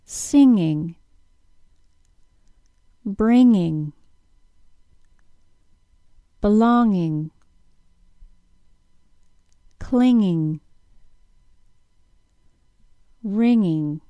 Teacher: Repeat after me, and be very careful to not add any G sound to these words. · Term: NG sound